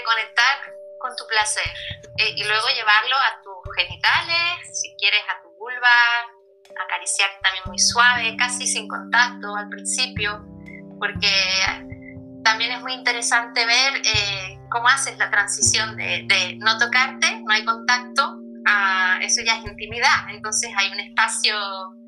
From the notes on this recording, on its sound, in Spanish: Charla vía Streaming, Instagram Live